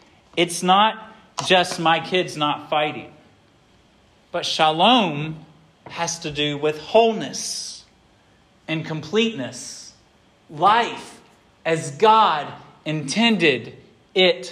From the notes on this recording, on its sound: This sermon was preached at Hope Fellowship on the second Sunday of Advent